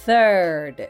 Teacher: 無声音で TH の発音をするもの